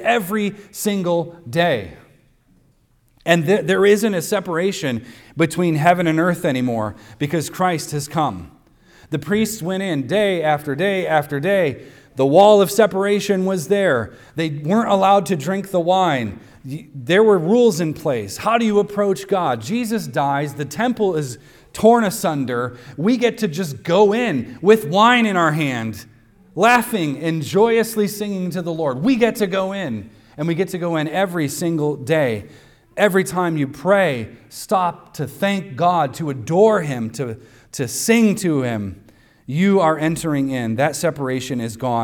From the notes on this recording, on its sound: recorded on Sunday, June 11th, 2023, at the weekly worship gathering of Cross & Crown Church